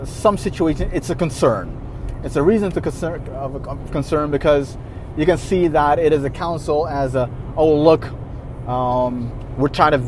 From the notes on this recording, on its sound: (Voice Memo). A voice memo I recorded while driving. I stopped the car at a gas station, switched on the voice recorder feature on my phone and started talking again.